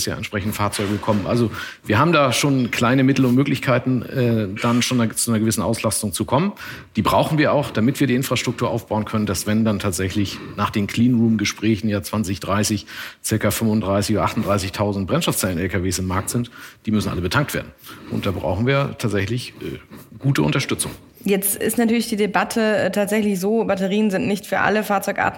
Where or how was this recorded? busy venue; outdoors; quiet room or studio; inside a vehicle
busy venue